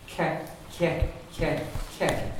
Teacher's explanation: The slender C, remember, you've got your tongue raised